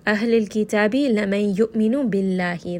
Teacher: The name of Allah here is going to be light. The letter before ba has a kasra. So here it is going to be a light lam for the name of Allah.